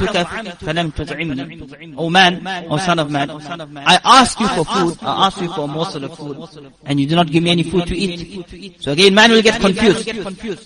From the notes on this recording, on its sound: Jumuah lecture